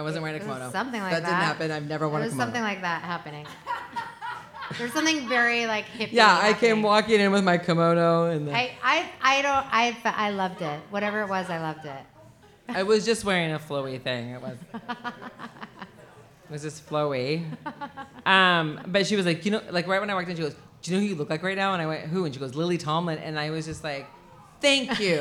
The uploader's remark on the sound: Live From Kelly's Olympian